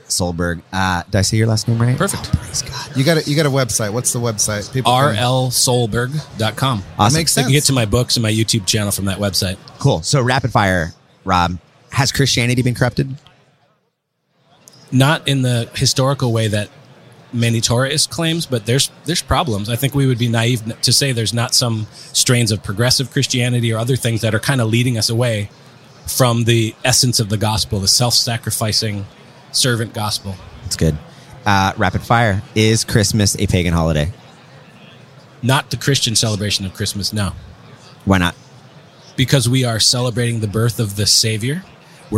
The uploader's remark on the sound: in an interview at the NRB conference